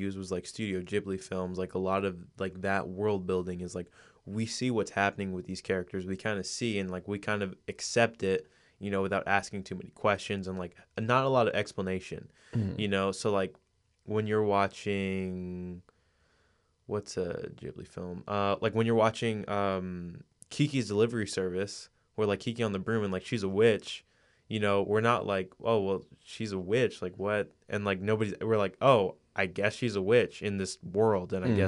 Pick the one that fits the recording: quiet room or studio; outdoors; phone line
quiet room or studio